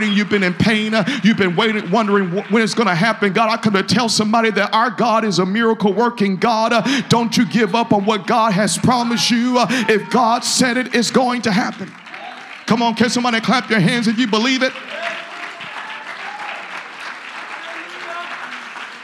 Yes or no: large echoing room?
yes